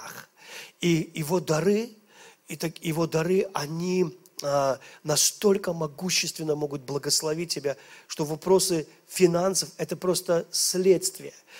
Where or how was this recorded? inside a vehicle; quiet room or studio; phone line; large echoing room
large echoing room